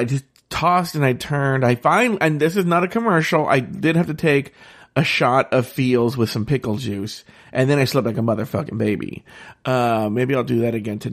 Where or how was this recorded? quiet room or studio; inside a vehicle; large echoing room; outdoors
quiet room or studio